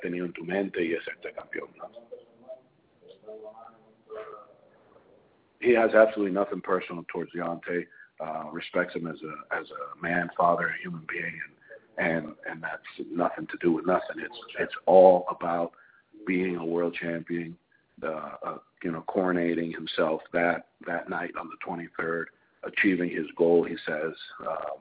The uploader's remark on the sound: Media Conference Call